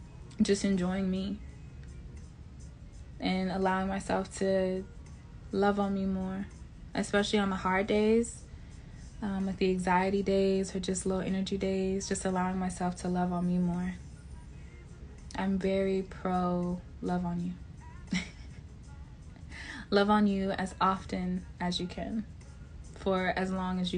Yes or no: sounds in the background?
yes